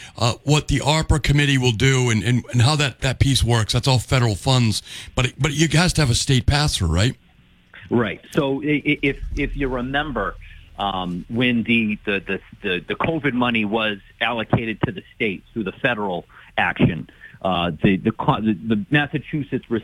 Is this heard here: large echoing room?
no